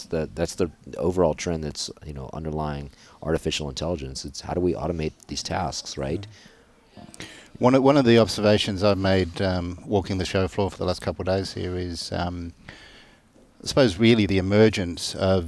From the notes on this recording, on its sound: We recorded at the ISC West show in Las Vegas. ISC West is the largest security show and conference in the US, which takes place in Las Vegas.